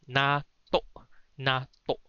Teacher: you have to have a glottal catch at the end on the postpost form.